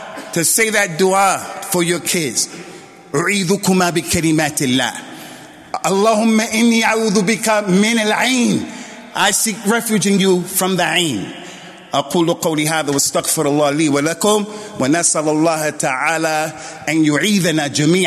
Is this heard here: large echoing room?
yes